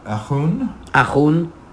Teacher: there's a little bit of friction there in the H